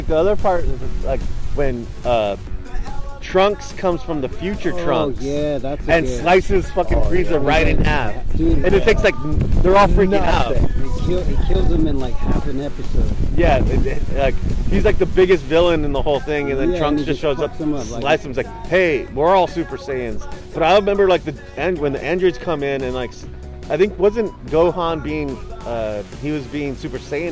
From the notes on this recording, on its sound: audio is iffy cuz we recorded this at the park.